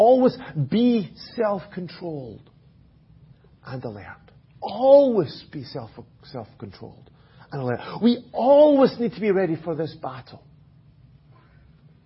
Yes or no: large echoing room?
yes